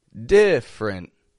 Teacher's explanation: Spelled with three syllables, but we drop that one E in the middle, just two quick syllables.